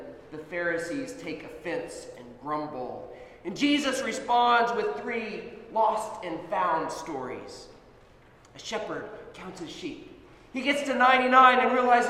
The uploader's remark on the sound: Sermon at Holy Trinity Anglican Church